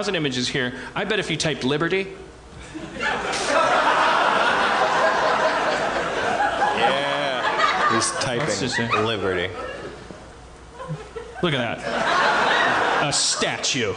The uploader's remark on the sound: Night 1 At The 2016 New York City Comedy Festival!